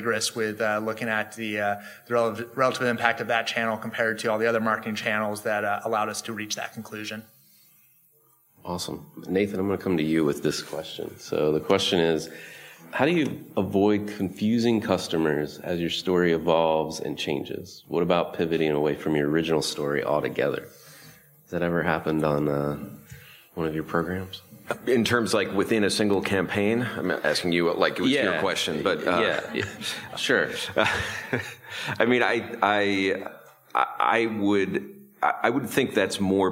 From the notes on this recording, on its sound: Recorded live at the 2019 Incite Group Brand Marketing Summit in San Francisco.